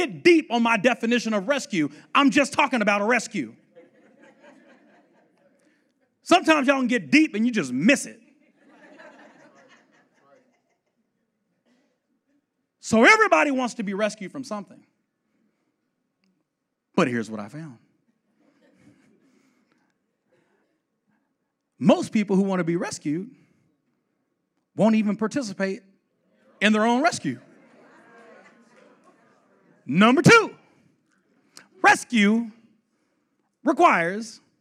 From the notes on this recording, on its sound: The 2018 L3 Conference segment.